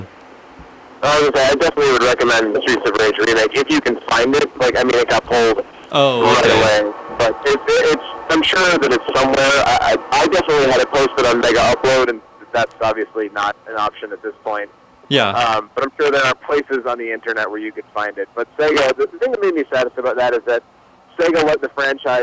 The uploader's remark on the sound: Call-In Discussion